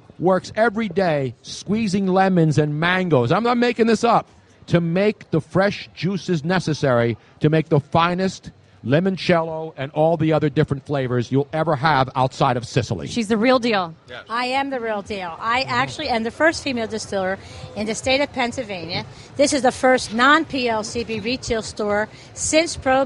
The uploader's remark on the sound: LIVE from #DNC SPhilly After Party